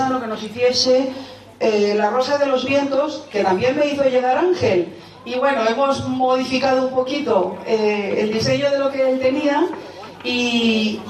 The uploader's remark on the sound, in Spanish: Presentación del libro Garcimolina y sus cosas. Audio que recoge lo que se dijo en la presentación del libro.